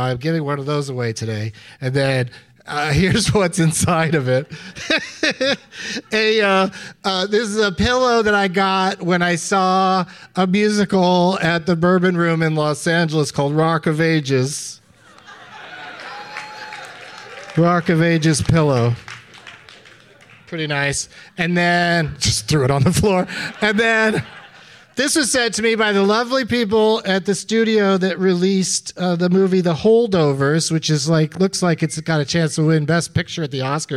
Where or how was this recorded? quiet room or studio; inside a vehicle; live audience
live audience